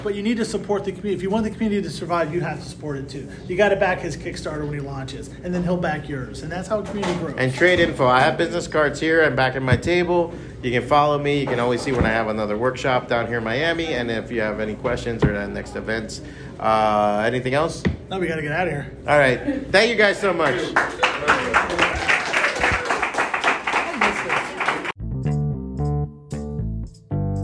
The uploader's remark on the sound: Taped live at BEYOND COMIC-CON